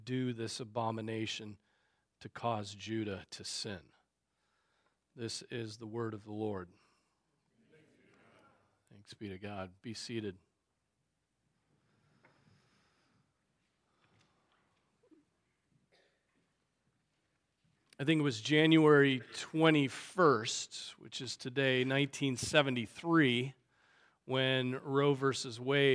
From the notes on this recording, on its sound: Preached on January 21, 2024 at Trinity Presbyterian Church (Evangel Presbytery) in Spartanburg, SC.